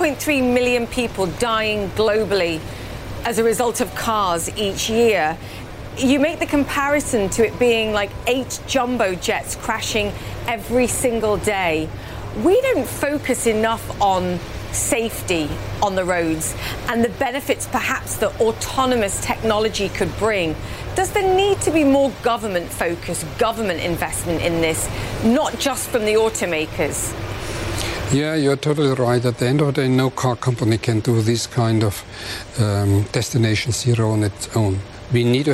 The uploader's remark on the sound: live from the New York Stock Exchange